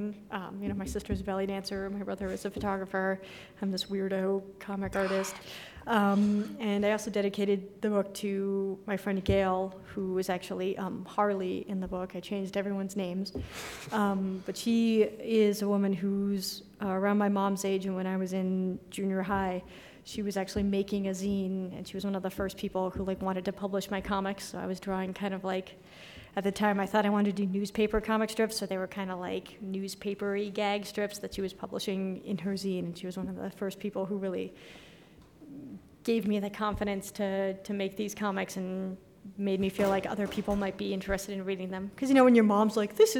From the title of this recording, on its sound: live from Denver Comic Con